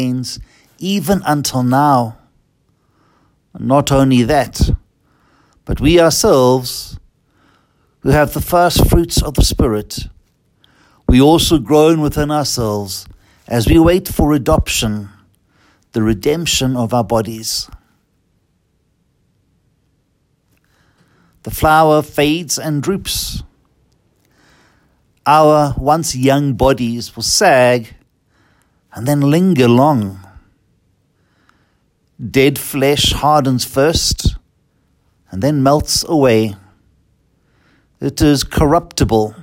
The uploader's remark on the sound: Listen to the homily preached at Holy Trinity Catholic Church in Braamfontein, South Africa, by Fr.